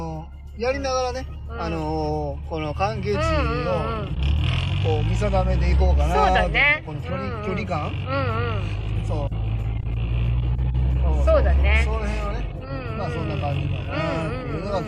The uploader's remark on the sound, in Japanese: 運転しながら生配信